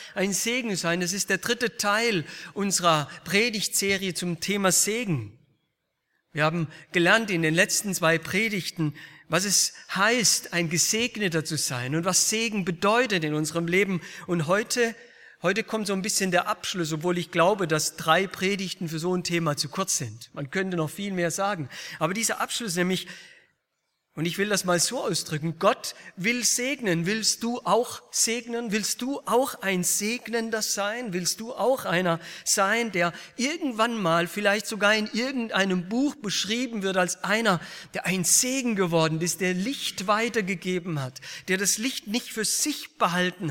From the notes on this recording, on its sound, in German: aus dem Gottesdienst der Liebenzeller Mission